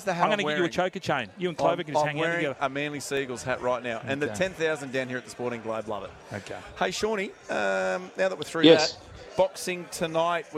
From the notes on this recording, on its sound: live from The Sporting Globe